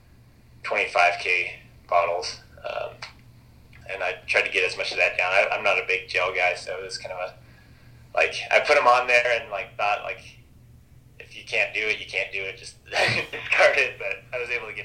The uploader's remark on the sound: joined us for a phone conversation this week